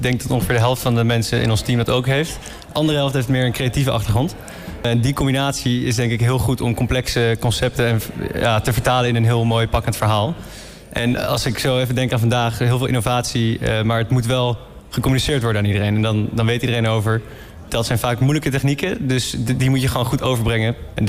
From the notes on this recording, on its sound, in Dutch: Een van de events op de Floriade Expo-terrein vond plaats op 22 september: het Floriade Hub Café. Een live-radioprogramma vanuit de Green Innovation Hub in The Natural Pavilion met muziek.